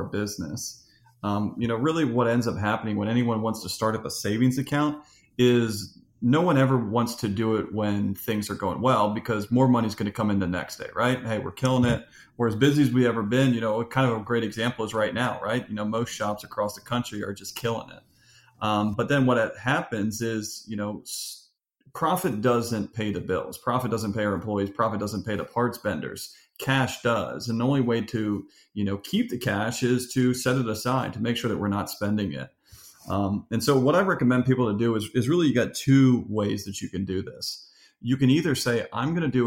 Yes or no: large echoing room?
no